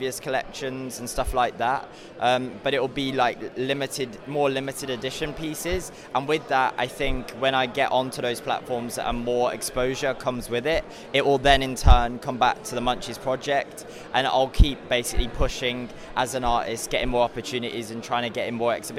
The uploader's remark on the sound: Live at NFT London.